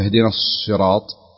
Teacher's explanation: يكون في تفخيم الصاد، يعني يمتلئ الحرف أو الفم